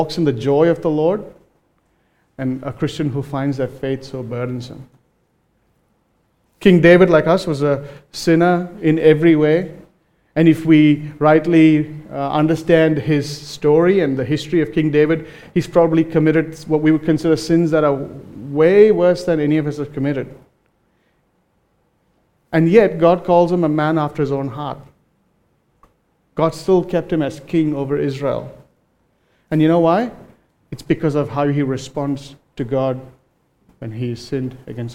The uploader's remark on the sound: recorded live at Grace Community Bible Church